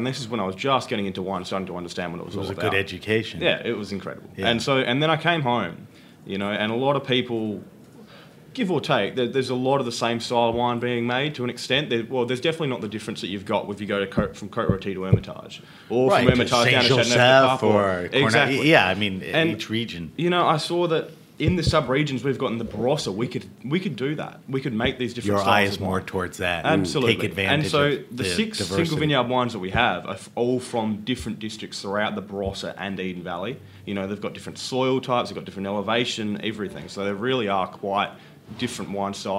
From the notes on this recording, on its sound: travels down to the Naples Winter Wine Festival in Florida to interview winemakers from all over the world